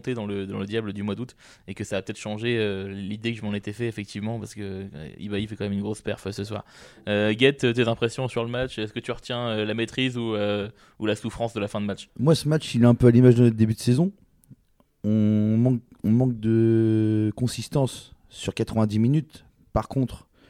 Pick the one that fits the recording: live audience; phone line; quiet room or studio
quiet room or studio